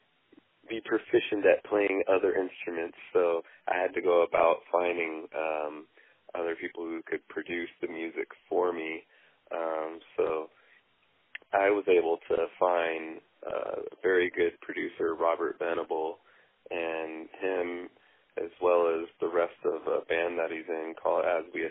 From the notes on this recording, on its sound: On the phone